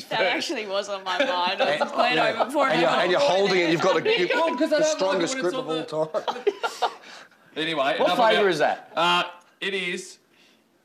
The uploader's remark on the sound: live on track at Eagle Farm